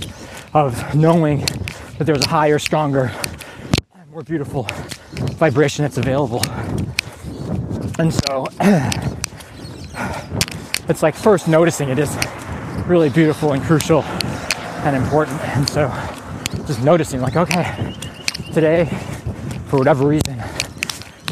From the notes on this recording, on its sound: Recorded while on a 10K Training Run